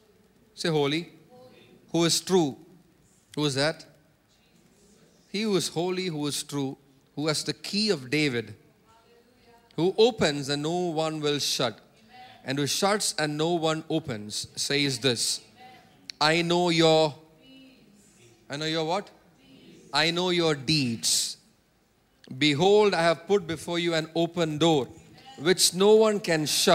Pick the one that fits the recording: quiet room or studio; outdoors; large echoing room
large echoing room